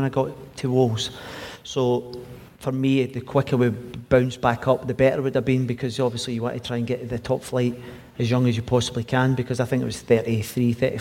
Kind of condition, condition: setting, live audience